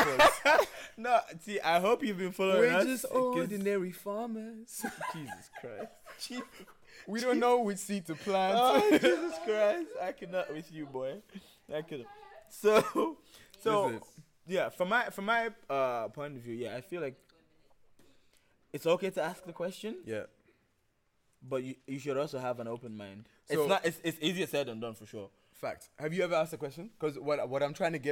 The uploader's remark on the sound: CAUTION Loud-ish Podcast